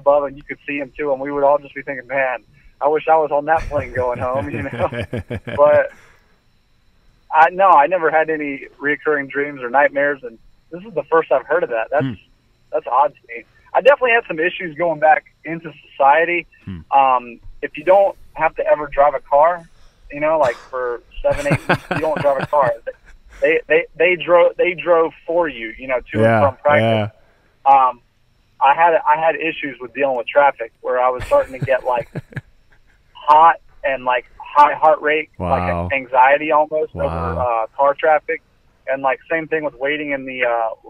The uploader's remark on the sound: This week two guests call in to talk UFC.